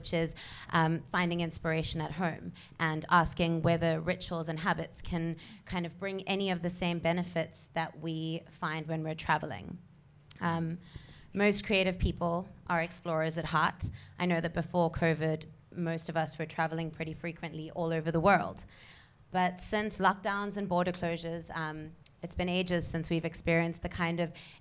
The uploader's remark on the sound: Recorded before a live audience. At Rosewood Hong Kong.